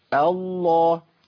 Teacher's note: اسم الجلالة مفخم اللام والهمزة مرققة